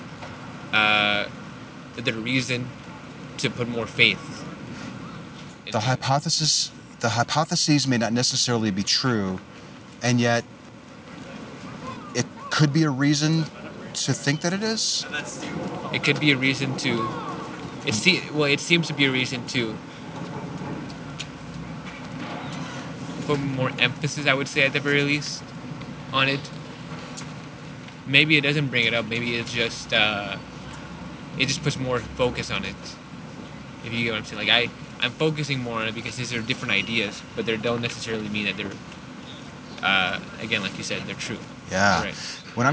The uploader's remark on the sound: Location: San Antonio, Texas. Recorded w/Go-Pro.